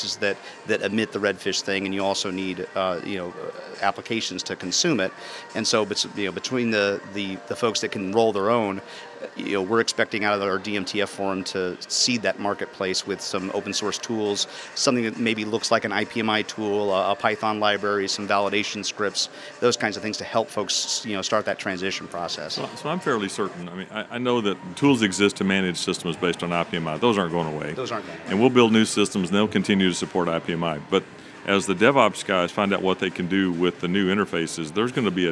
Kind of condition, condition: setting, busy venue